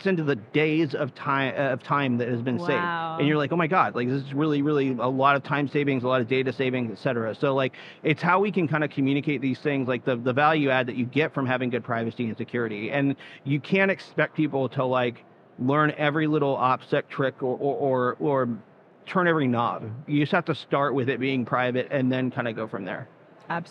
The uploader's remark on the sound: Live from Consensus 2023